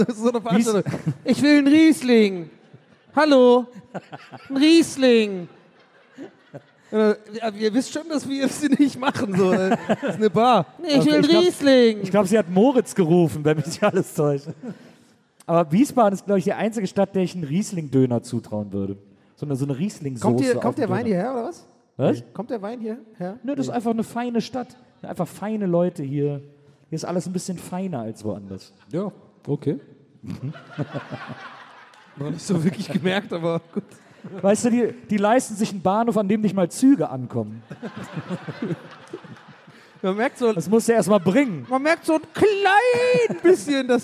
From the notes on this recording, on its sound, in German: Aufgenommen LIVE in Wiesbaden am 25.10.2021.